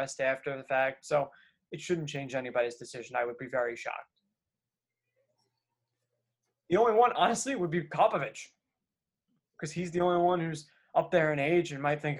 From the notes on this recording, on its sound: It all comes to you LIVE via Zoom!